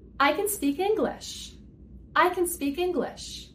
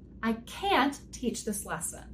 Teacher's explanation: the vowel sound in the positive form is the schwa sound. · Shown in: first take · This is a vowel sound that Americans love using in everyday speech.